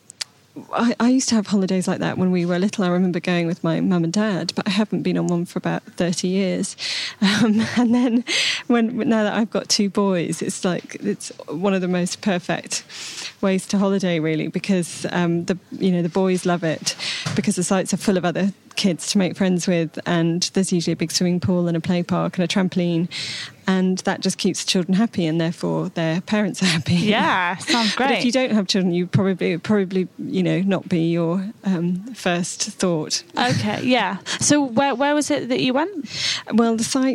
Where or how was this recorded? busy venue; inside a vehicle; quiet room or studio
busy venue